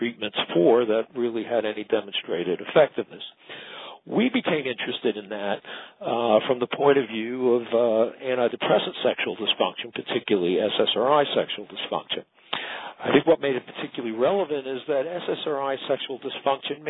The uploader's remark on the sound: Author in the Room® Teleconference